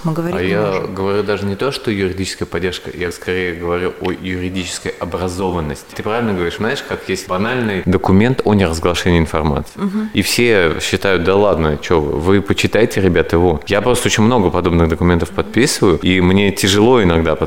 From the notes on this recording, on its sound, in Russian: Записанный на Chefs Team Fest. Москва.